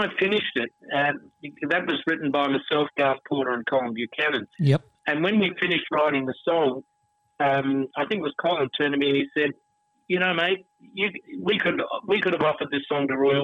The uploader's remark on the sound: Phone Interview